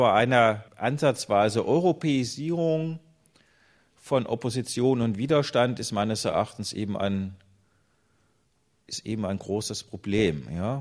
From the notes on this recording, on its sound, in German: Mitschnitt vom 16.12.2011 aus dem Forum Stadtpark, Graz